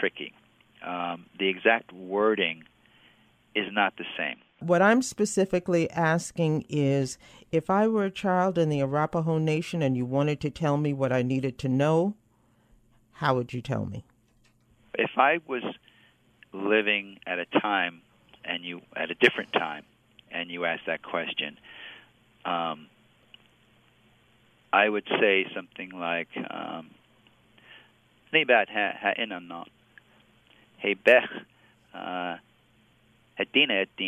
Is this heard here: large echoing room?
no